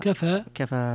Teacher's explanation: كفى فيها الإمالة والتقليل والفتح